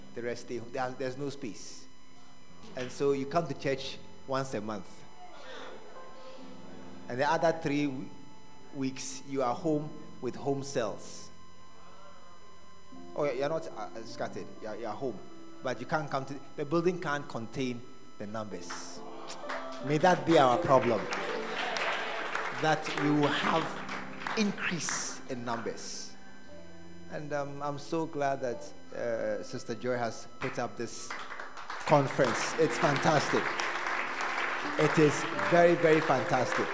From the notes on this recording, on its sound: Preached At The Art Of Evangelism Conference.